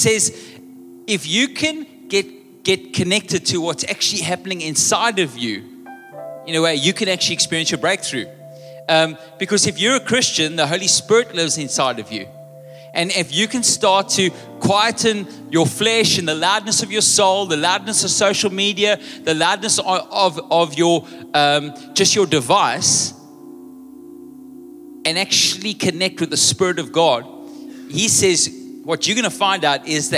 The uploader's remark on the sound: Recorded live on Sunday 16th July the 2023